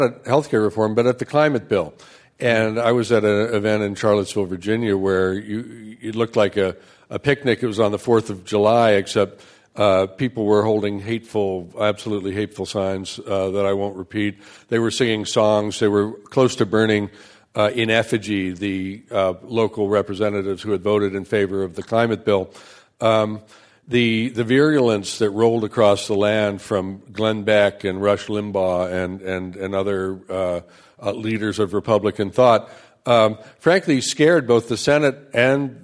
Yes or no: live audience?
yes